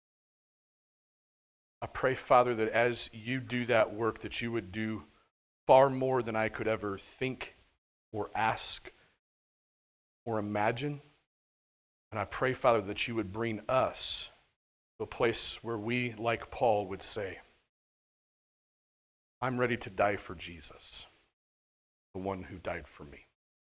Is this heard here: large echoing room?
yes